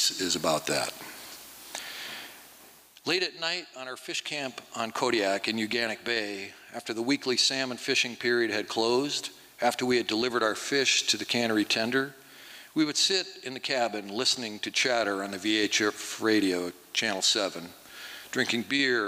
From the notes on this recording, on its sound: 2023 FPG-Liberty Theatre-Saturday Night-Third Set. From the 2023 FisherPoets Gathering. This recording was made on Saturday, February 25th, 2023, at the Liberty Theatre in Astoria, OR as part of the FisherPoetry Archive Project.